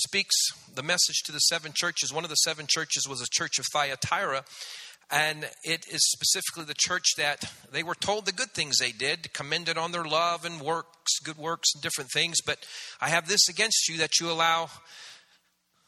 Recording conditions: large echoing room